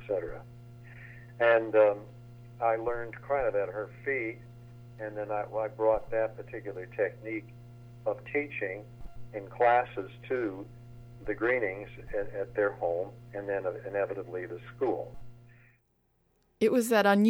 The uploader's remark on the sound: At Circle Pines Center in Delton, MI, circa 1955. Phone interviews. In the Resource Center of the Old Town School of Folk Music.